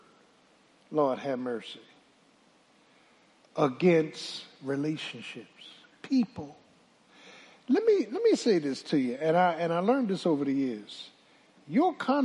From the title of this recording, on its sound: Sunday Morning Service 8.20.23 - Audio